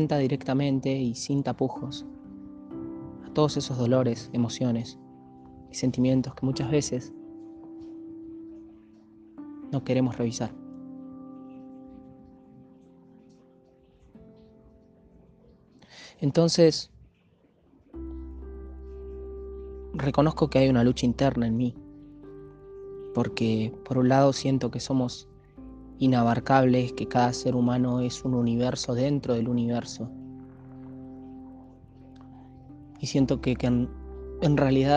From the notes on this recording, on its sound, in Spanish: En este episodio reflexiono para (y con) ustedes desde el techo de mi casa.